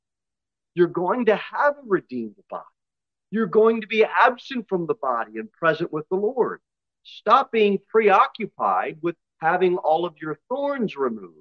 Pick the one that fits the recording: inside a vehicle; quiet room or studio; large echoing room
large echoing room